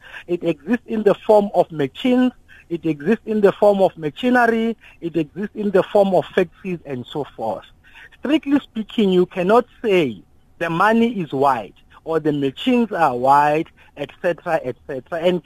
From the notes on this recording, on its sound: we are now joined on the line